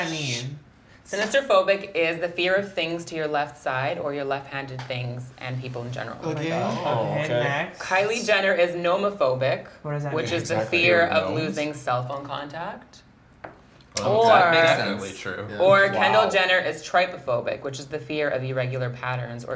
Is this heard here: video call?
no